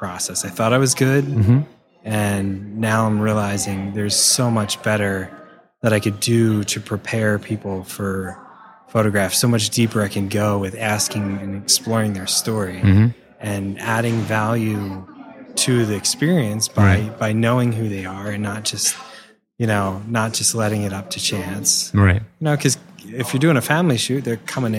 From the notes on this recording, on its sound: We're recording from WPPI in Vegas.